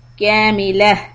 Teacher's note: You stop on the تا مربوطة and it is ha sound.